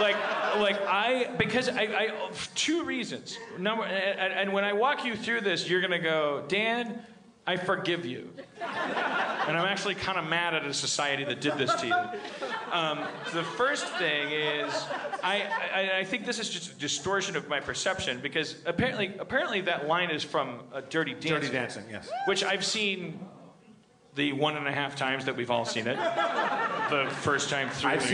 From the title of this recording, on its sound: LIVE at The Gramercy, NY Comedy Festival 2015